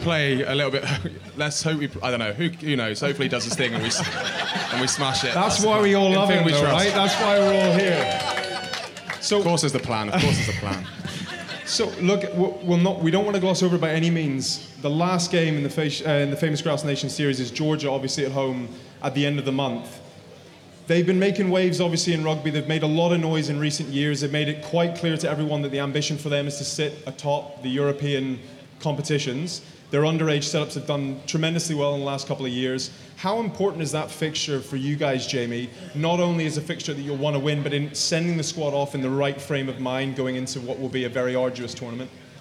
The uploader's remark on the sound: There is also a special segment from The Famous Grouse Clubhouse. With live audience.